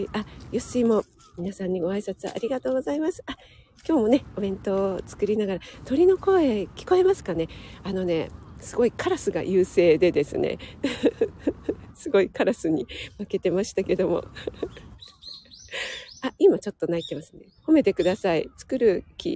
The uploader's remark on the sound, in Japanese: 野外ため、鼻水ズルズルすみません